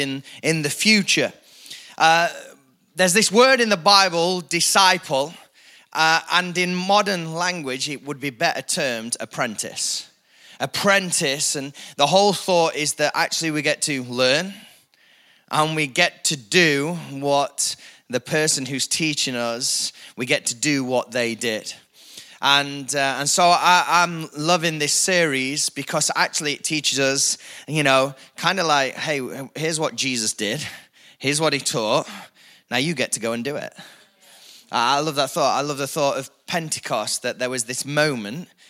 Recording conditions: live audience